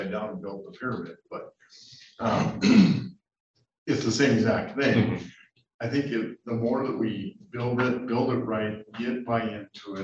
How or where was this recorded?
video call